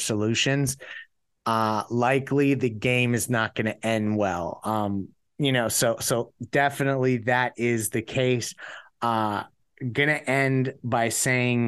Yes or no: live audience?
no